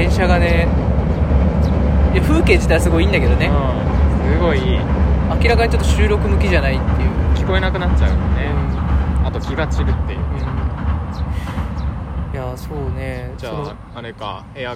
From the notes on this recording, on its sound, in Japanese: 河原で収録しているので、日常感が凄い。2人組。笑い声あり。